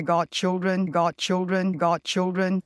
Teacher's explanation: I might not be releasing that D, but I'm voicing it.